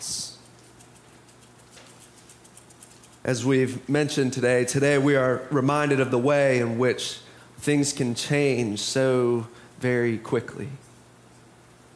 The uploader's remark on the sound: Preached on Palm Sunday (April 2, 2023) for our MorningSong Worship Service.